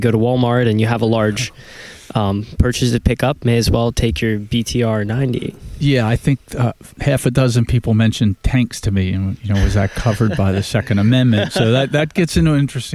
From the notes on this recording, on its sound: At the Free State Project's PorcFest (Porcupine Festival) in New Hampshire